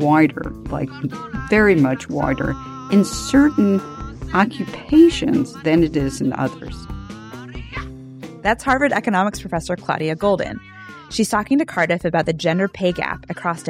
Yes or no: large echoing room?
no